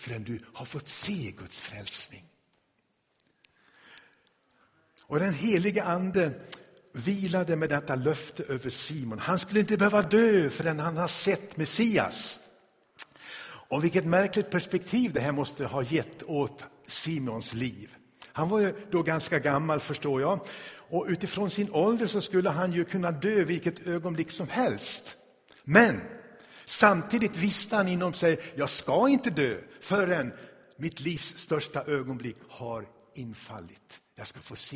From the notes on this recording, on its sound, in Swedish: Inspelad i Tabernaklet i Göteborg